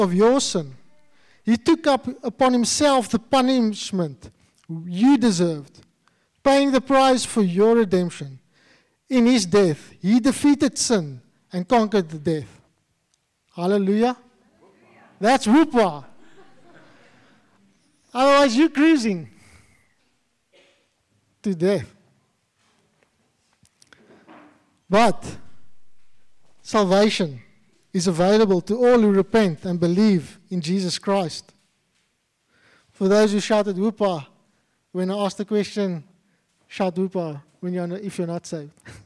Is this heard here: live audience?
yes